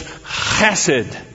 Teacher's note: It's a very guttural sound. It's kind of a K-C-H with some spit coming out of the back of your throat.